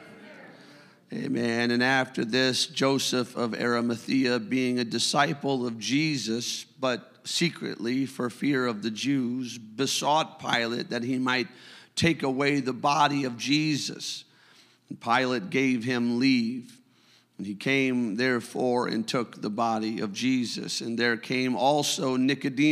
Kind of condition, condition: setting, large echoing room